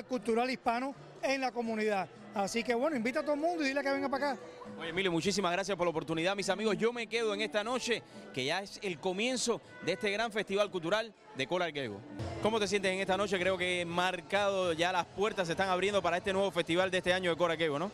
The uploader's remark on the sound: ART EVENT IN MERCEDES BENZ OF CORAL GABLES